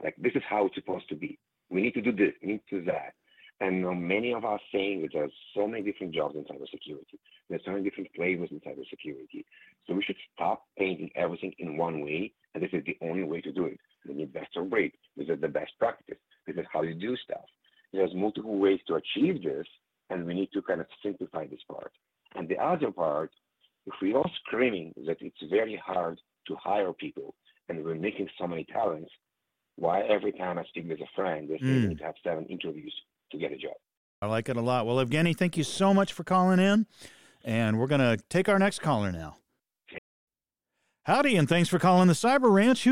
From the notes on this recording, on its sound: Call-In Special.